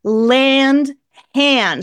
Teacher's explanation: As in cat, but even better, take it a step further, it's ah with a nasal, with an N after it